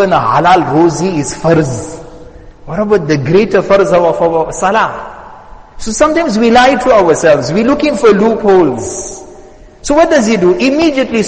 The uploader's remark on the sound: Jumuah Lecture at Masjid us Saliheen